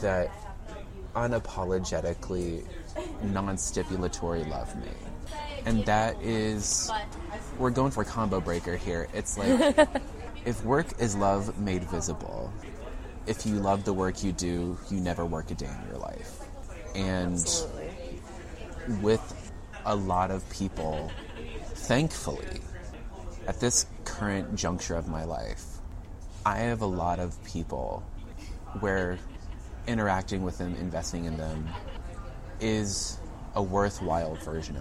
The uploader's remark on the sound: Recorded at Campesino Coffeehouse, Houston.